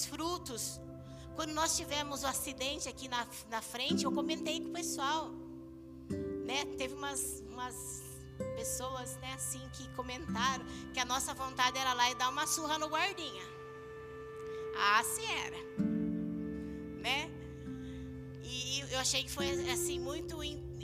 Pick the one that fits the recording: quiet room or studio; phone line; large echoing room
large echoing room